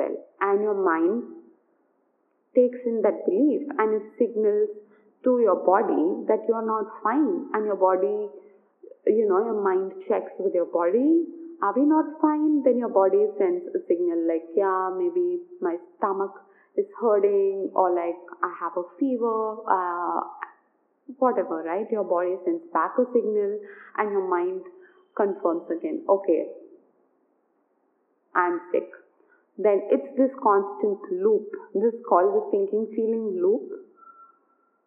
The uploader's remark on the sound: Do excuse some background noise